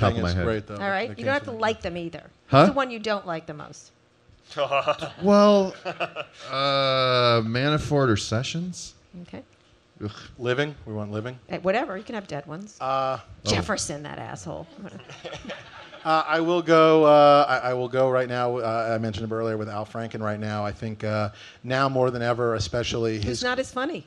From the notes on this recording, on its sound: (Live at SXSW). Speaking in front of a live audience at South by Southwest.